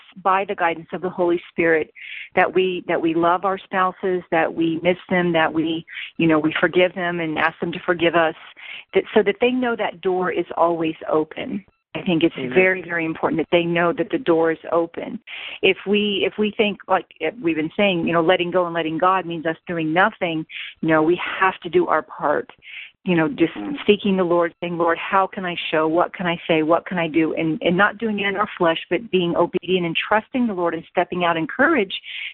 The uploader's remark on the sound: On this Conference Call. Answering questions that were submitted this past weekend from standers around the world.